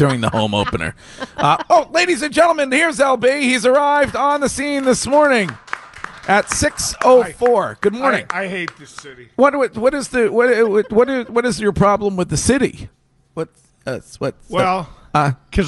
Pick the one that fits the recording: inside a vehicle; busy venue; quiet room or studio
busy venue